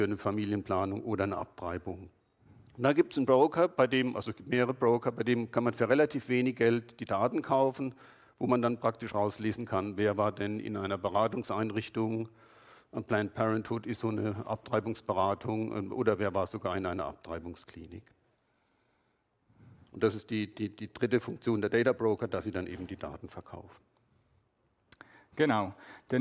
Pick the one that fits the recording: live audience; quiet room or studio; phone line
live audience